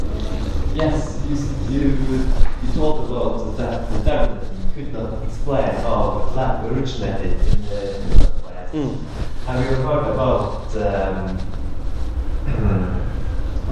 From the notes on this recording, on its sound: Talk with Q&A at Trondheim University's 'Skeptics Week', 6th March 2018.